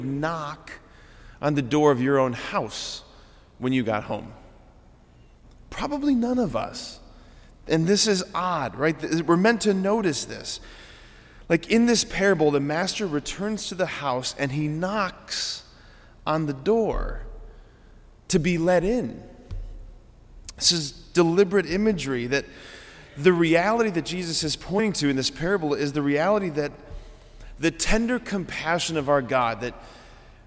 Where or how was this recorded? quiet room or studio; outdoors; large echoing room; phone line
large echoing room